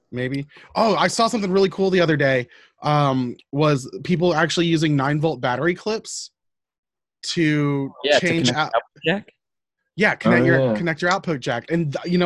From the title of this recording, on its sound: We be zooming